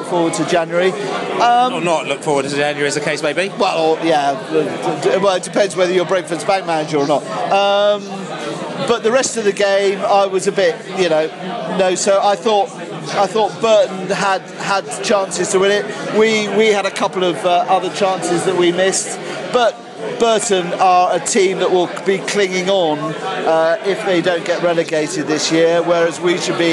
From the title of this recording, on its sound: post-match podcast from the pub